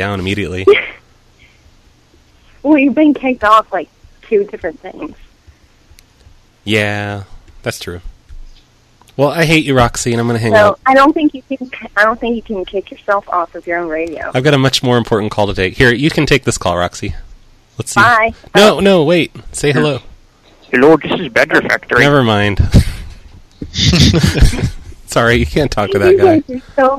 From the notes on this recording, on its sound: Prank Phone Calls Collection